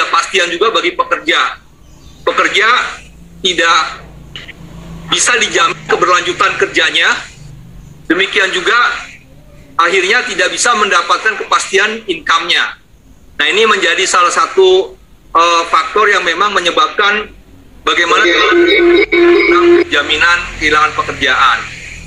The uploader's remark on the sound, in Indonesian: MELALUI VIRTUAL ZOOM MEETING